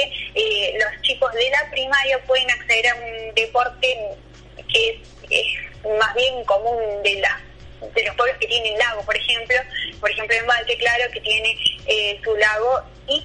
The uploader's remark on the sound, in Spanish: Móvil en vivo y directo desde Embalse, con actualidad de la región para el programa "Mejor de mañana".